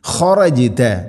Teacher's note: ജീമിനെ കൽക്കല ചെയ്യണം, ശരിക്കും കേൾക്കണം